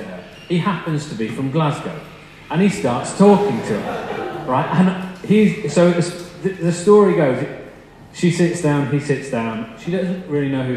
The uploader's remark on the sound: Recording Poor.